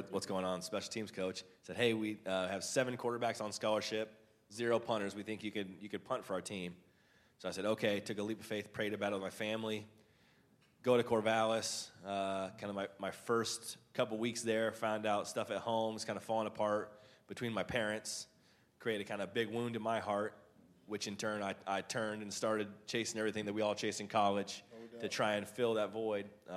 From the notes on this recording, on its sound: This edited audio was taken from "Super Saturday IX", a special event put on by Unpackin' It the day before the Super Bowl.